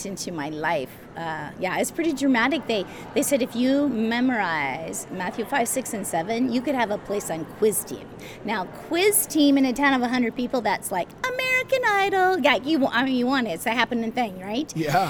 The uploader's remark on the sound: LIVE from CPE 2022!